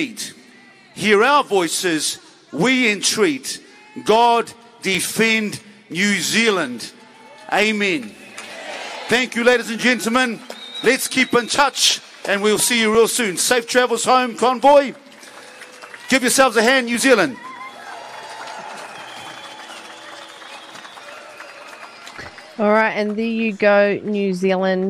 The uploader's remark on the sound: Live Stream Replay from the Steps of New Zealand Parliament.